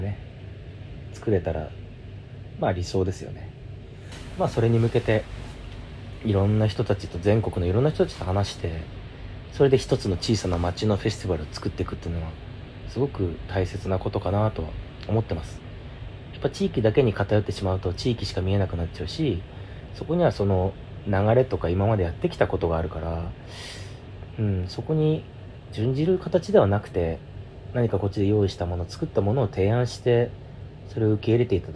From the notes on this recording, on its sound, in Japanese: Iphone収録です。無菌室なので空気清浄機のノイズや音量バランス等お聞き苦しいかもしれませんがあしからず。